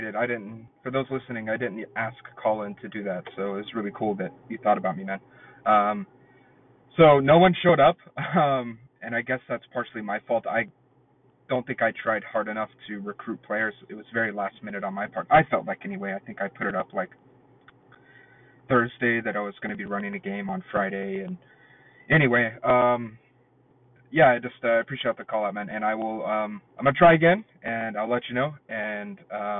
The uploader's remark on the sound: Call ins